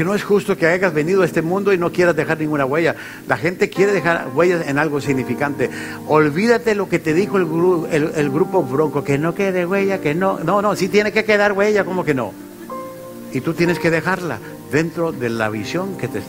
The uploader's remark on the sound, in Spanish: Esta lección fue grabada en vivo durante las conferencias de Liderazgo Enfocado el 22 de abril, 2019 en la iglesia Centro Familiar Cristiano